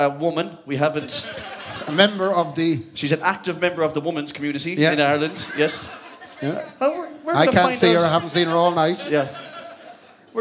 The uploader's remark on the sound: live at Andersons